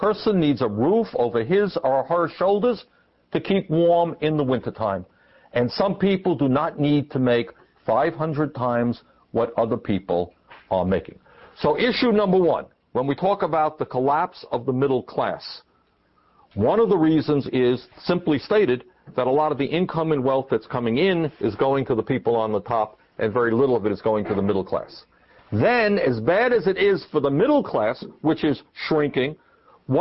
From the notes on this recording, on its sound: This forum was recorded on April 15, 2004, at the Greater Bangor Area Labor Council Hall in Brewer, Maine.